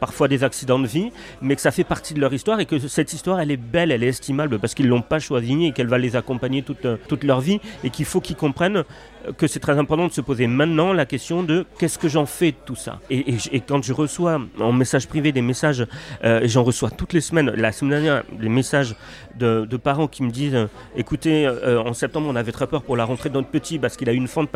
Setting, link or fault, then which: setting, busy venue